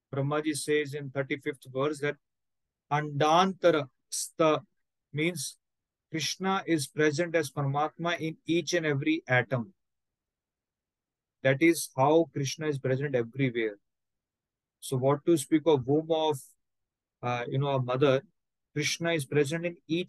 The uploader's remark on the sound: Zoom online recorded class